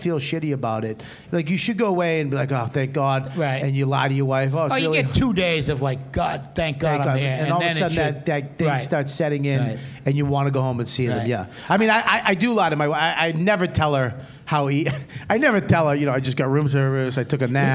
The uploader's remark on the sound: YKWD Live from Boston. Live from Laugh Boston.